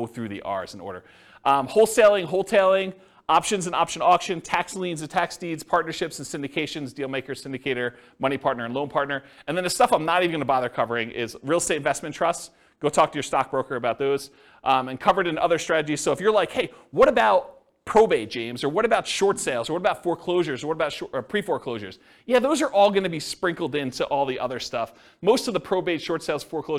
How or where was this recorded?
live audience